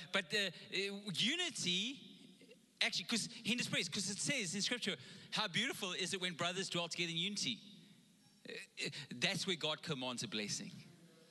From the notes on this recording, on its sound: Recorded live on Sunday the 24th October 2021